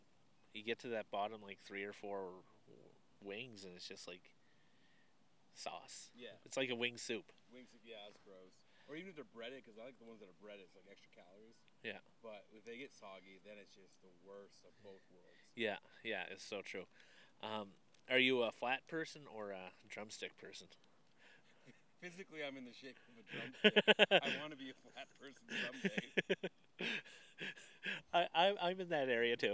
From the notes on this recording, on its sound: I am sitting at a park bench.